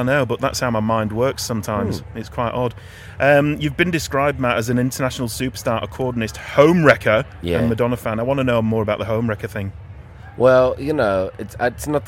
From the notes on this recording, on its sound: interview at the Adelaide Fringe!